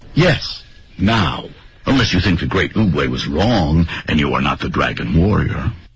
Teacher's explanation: 它整个的语调都是降调啊